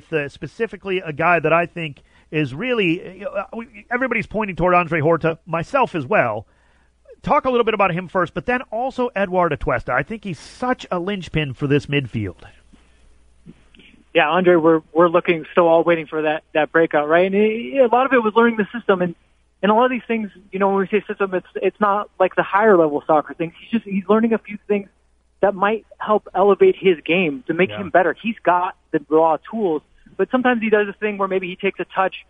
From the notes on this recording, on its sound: calls